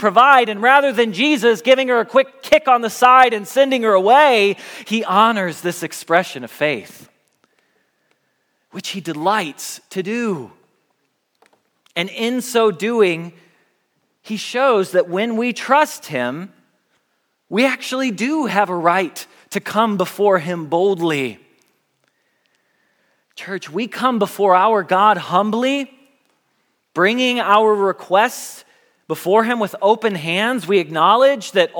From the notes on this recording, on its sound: Message Preached at Valley Creek Church